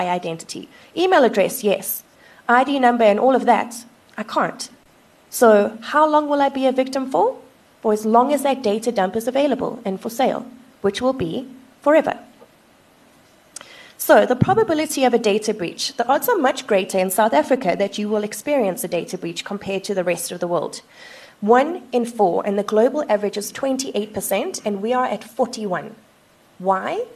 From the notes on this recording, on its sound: Held at Auditorium, 1 Mutual Place, Sandton on 9 October 2019 from 16:30 - 17:30